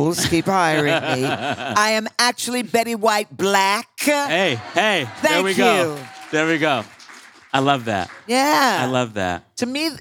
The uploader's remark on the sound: In a live conversation from this year’s Vulture Festival